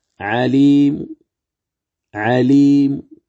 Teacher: علي مو، علي مو، إذن يجوز الوقف عليها بالروم، فتقول عليم عليم، هذا الروم، ولا يصح أن تقف عليها عليم، هذا خطأ، وإنما تقف عليها عليم عليم، فتضعف صوتك بالحركة وتأتي بثلث فقط